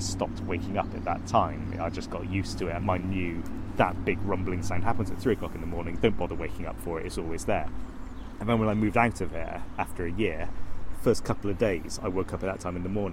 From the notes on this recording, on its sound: A soundwalk along the River Avon to find out what we could hear.